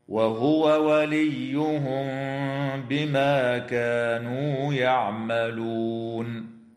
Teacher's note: وتخفى الميم الساكنة مع الغنة عند الباء في قوله تعالى وليهم بما